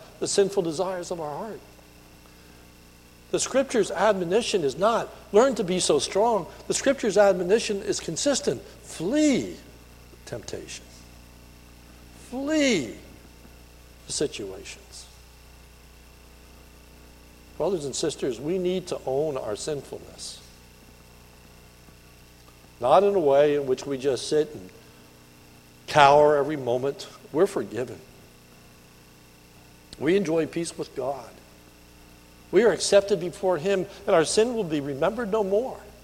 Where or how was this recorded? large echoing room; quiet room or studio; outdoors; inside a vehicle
large echoing room